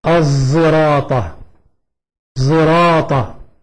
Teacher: بالإشمام إشمام الصاد صوت الزاي